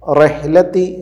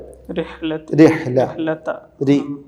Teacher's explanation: മനസ്സിലാക്കുക, ഹറക്കത്ത് മുകളിലാണെങ്കിൽ തഫ്ഹീം കനപ്പിച്ച ഉയർന്ന ഉച്ചാരണമാണ് റായിനുണ്ടാവേണ്ടത്. ഹറക്കത്ത് താഴെയാണെങ്കിൽ അത് നേർപ്പിച്ച കനം കുറഞ്ഞ താഴ്ന്ന സ്വരം · Shown in: second take · അതാണ് റഹ്ലത്തി എന്നല്ല പകരം രിഹ്ല രി. · Term: നേർപ്പിച്ച ശബ്ദം